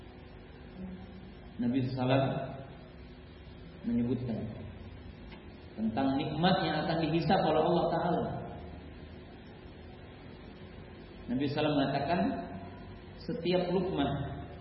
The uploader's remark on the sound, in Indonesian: Safari Dakwah Magetan. Di Masjid Al Khoir Magetan.